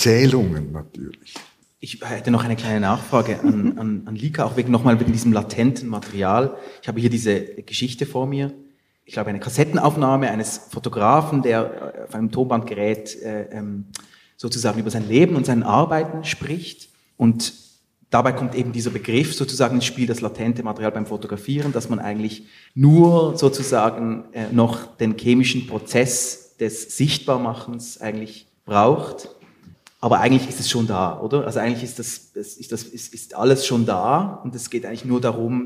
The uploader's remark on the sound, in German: Live aufgenommen an der literaare in Thun.